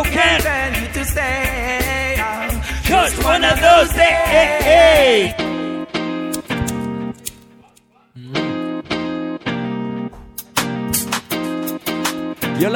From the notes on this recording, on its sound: LIVE AT HENNESSY FRIDAYS AT BLVD IN NYC ON FEB 17th